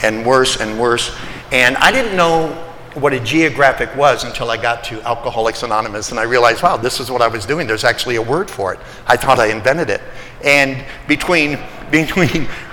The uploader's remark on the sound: Today’s podcast is from a speaking event. I was the keynote speaker at the “Old Timers” meeting at the Salt Lake City, Utah Alano Club.